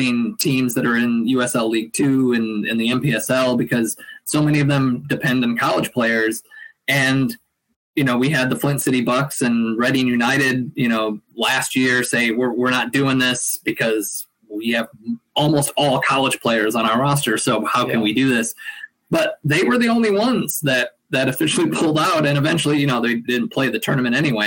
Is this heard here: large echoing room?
no